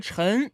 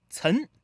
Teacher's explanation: 扬州话没有翘舌音，所有的翘舌音都读成平舌音。 · Shown in: second take